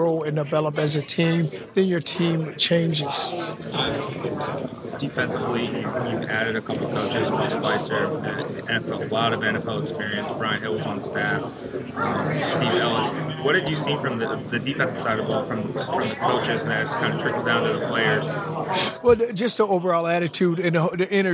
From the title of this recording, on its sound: Live from AAC Media Days